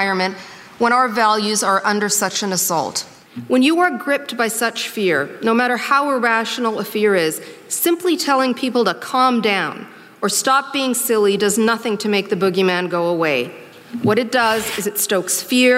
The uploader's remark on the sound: during ideacity's 20th anniversary conference